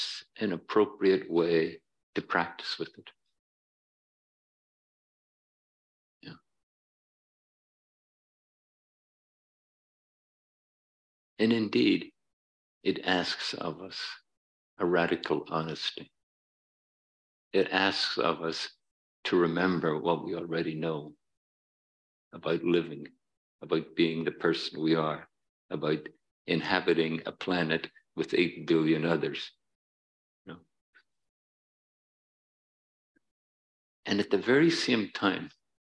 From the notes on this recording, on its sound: Dharma talk at City Center. In this talk from Beginner's Mind Temple.